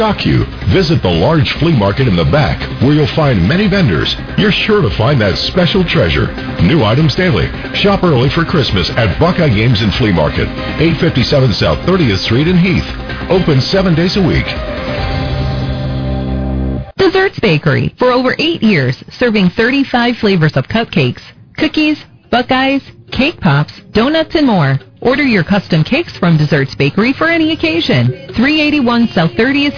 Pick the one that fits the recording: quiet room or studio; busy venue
busy venue